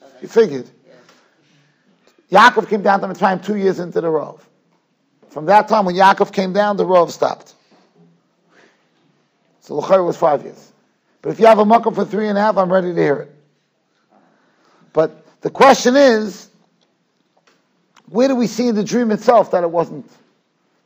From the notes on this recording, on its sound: Shiur recorded in Yeshivas Ohr Reuven, Monsey, NY